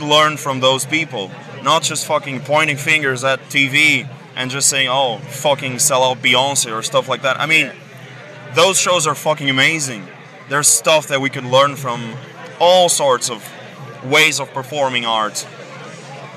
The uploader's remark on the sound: From our 'Live from Bloodstock 2023' series.